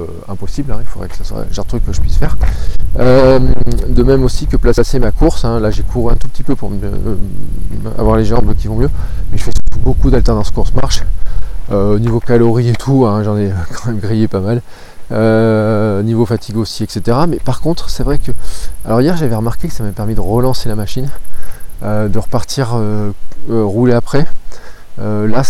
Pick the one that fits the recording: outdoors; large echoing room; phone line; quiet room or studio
outdoors